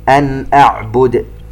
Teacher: نون ساكنة وبعدها همزة، إظهار حلقي